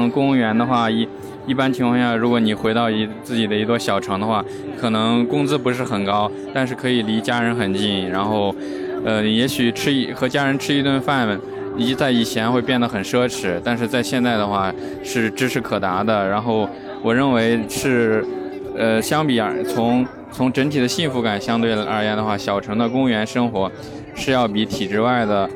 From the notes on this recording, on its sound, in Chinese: 到上海参加了一个喜马拉雅的播客线下市集活动，所以抓紧机会展开了我们节目第一次街头采访。可能因为录制的时候路人不用加微信，也不需要报姓名。